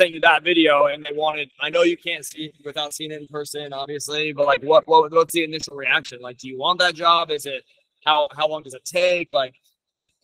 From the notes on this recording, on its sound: MTE Radio Row Recording. The audio won't be as good as normal because it takes places during the show. We had multiple different guests.